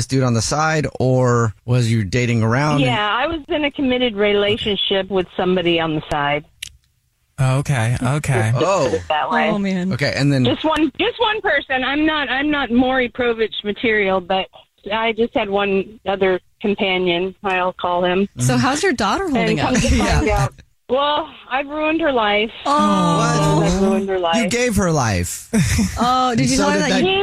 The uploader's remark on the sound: The woman on the phone